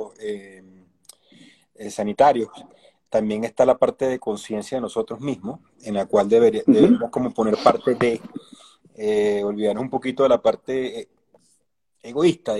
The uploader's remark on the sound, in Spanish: Aprovechó la cuarentena para, desde Colombia, hablar de todo.